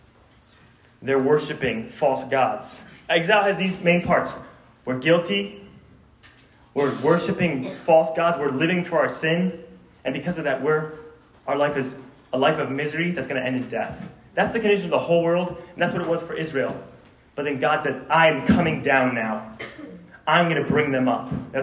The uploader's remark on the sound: This sermon was preached to a Junior High audience